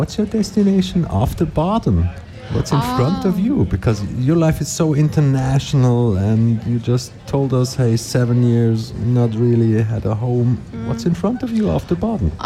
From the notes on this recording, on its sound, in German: Festivalausgabe live aus dem Merkerareal in Baden.